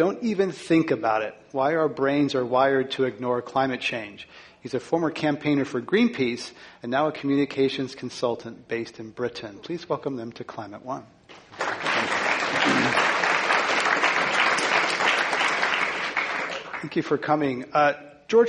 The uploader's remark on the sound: This program was recorded in front of a live audience at the Commonwealth Club of California on September 12, 2014.